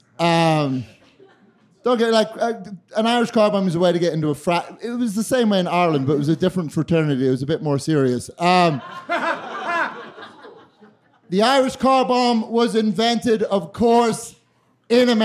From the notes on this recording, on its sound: During a special edition of The Narrators at High Plains Comedy Festival last September. During a special edition of The Narrators at High Plains Comedy Festival last September.